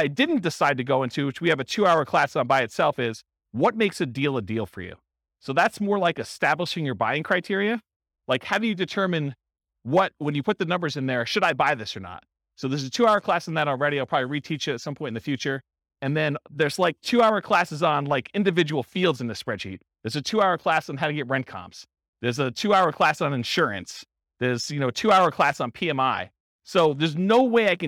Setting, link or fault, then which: setting, live audience